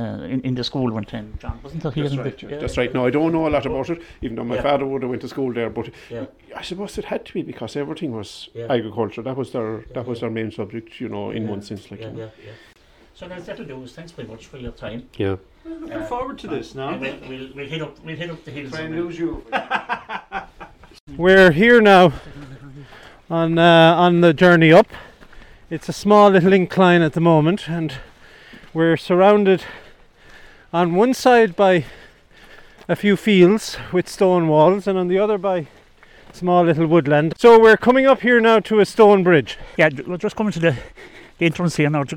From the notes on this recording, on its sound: The three intrepid walkers start in Belvoir car park. Recorded over one day at the start of April 2023 typical Irish weather was encountered with rain, wind and sunshine all making an appearance. Paid a visit on their trek to the Sunyata Buddhist centre located on the hills.